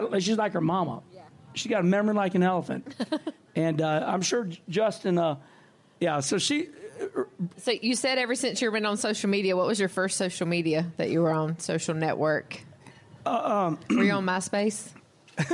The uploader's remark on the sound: Live From JRM Fan Day. Live from JR Motorsports fan day.